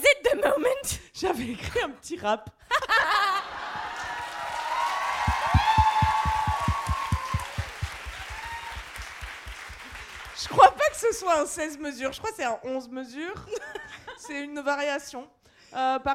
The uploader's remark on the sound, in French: LIVE Podium à l'Apollo Théâtre